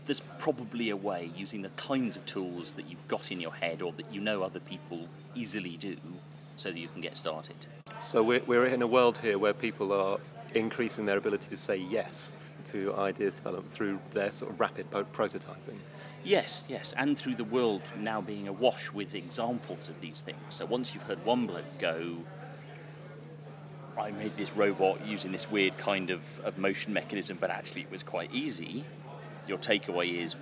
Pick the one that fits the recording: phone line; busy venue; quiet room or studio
busy venue